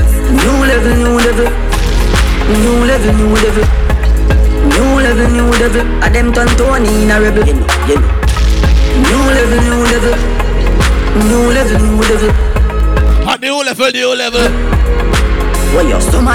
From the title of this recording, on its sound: LIVE AT (MODELS&BOTTLES)